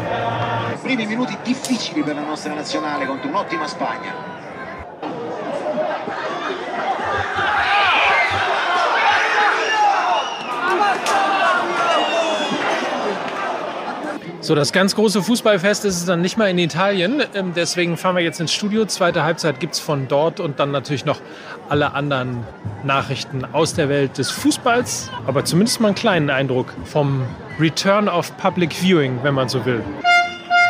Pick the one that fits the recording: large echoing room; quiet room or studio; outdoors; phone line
outdoors